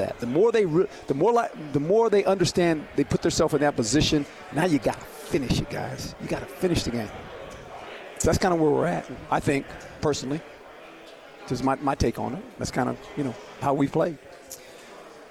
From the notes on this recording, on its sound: LIVE from Pac-12 Media Day in Los Angeles, CA